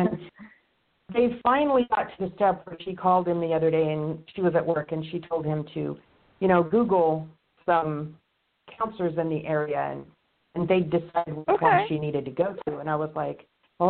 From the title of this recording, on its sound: A Call-In Show